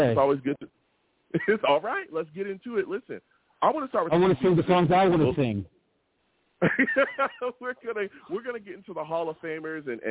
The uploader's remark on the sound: I take live callers!